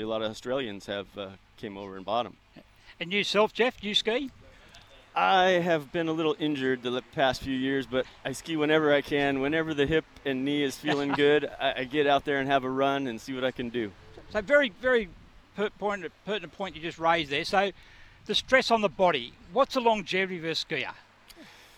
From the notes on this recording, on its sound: live from the world water skiing championships